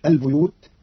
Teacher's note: قرأ قارون كلمة البيوت بكسر الباء لأن بعدها ياء، والكسر من جنس الياء